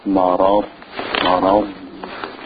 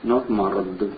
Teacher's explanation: You raise the back part of the tongue up towards the roof of the mouth, not from the front part. · Shown in: first take